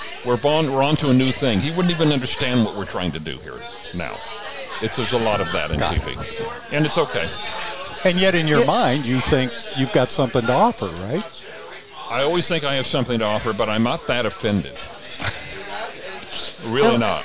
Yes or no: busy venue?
yes